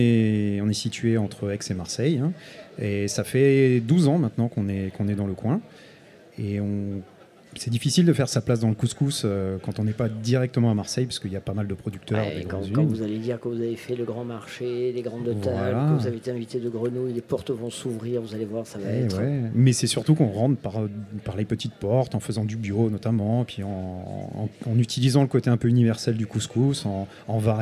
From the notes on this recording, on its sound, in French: Radio Grenouille au Festival Kouss Kouss 2023 - Les Grandes Tables. Le Grand Pastis délocalise son plateau et s'invite aux mythiques Grandes Tables. Sur fond de musique finement sélectionnée.